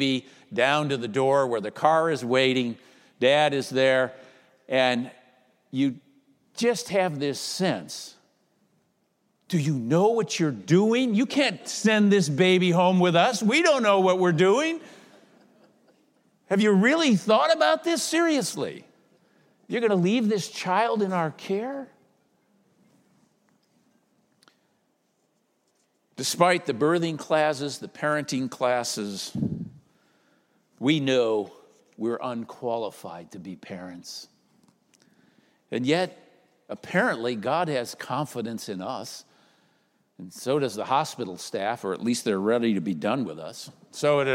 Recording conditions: large echoing room